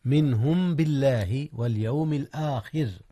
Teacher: ترقيق الراء في اليوم الآخر يا أستاذنا، حيث وقعت مكسورة